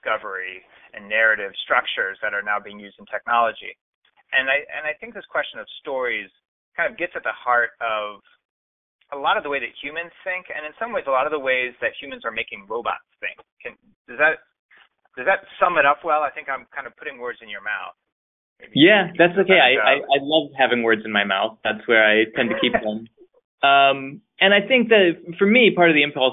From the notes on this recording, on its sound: be warned the sound is not great